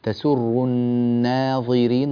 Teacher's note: رقق النون لا تقول النا نا نا نا، رقق النون.